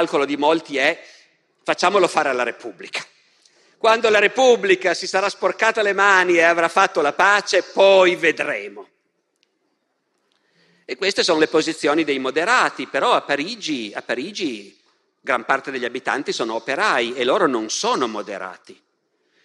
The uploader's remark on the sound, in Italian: Festival della Mente, 2021. Dal Festival della Mente 2021, il terzo e ultimo appuntamento della serie “Le origini delle guerre civili”.